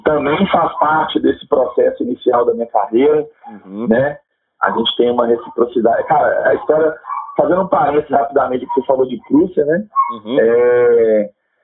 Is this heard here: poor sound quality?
yes